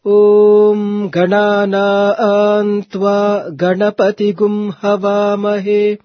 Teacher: When we say Om Ganana Antva Ganapati Gum Havamahe, in this small line, when you say Ganana Antva, Ga is actually Raswaswara. Na is Dirghaswara. But you don't chant it Om Ganana Antva.